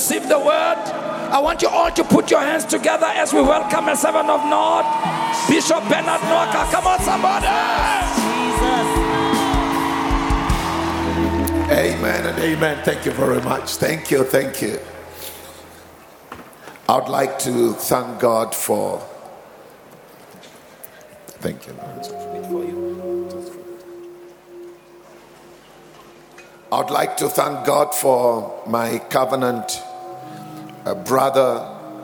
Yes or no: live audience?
yes